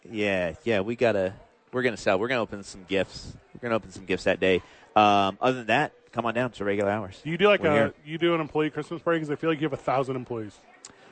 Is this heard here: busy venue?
yes